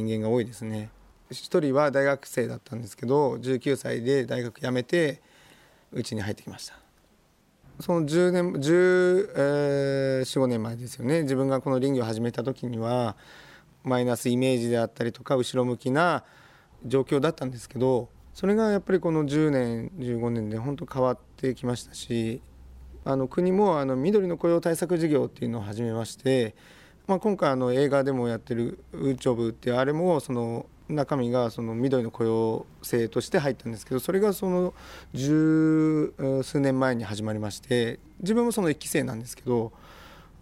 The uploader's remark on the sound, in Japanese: 檜原村の作業現場で。